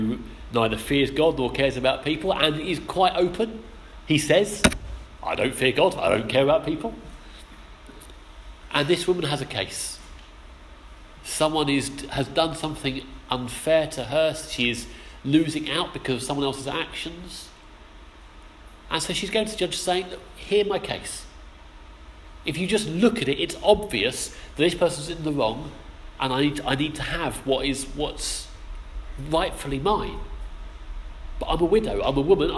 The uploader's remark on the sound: Our sermon from the 11am service on Sunday 16th October 2016